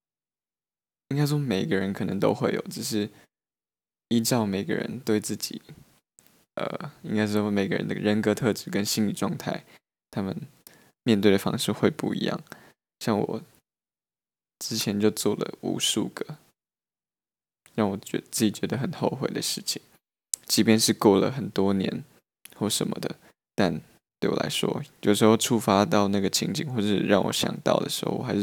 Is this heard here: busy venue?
no